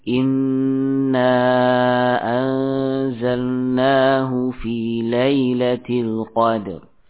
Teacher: Imam Ibnu Katsir membaca mad jaiz di sini hanya dua harakat